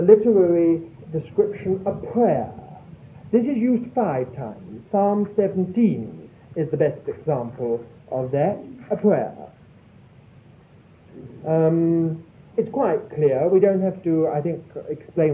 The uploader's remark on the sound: Audio quality is very poor